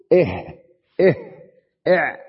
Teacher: إذن الهاء والعين بينهما تناسب، كلاهما من الحلق يخرج. الفظ كل واحد منهما بالتسكين، تقول إه إه إع فوقها مباشرة عن العين، تمام؟ · Term: حروف الحلق